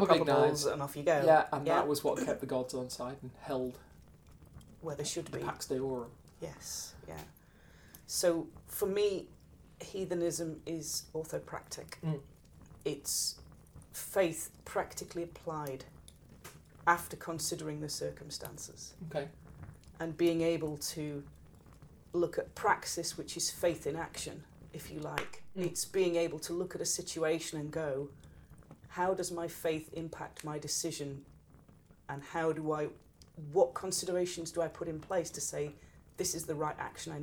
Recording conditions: sounds in the background